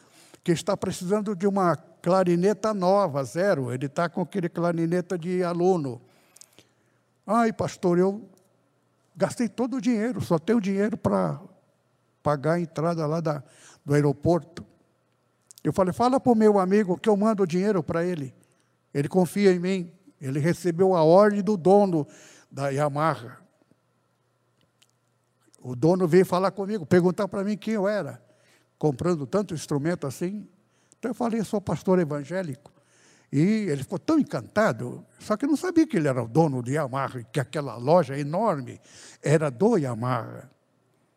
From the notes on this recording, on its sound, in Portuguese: CULTO REALIZADO DIA 17/11/2021 AO VIVO NA IGREJA ADNIPO SEDE